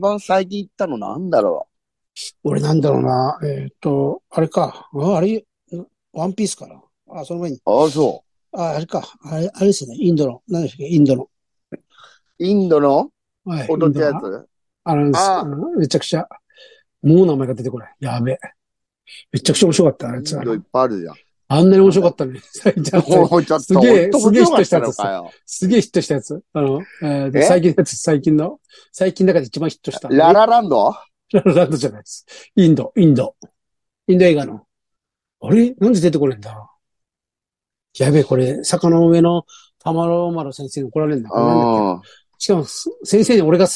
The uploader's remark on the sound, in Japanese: ZOOMで収録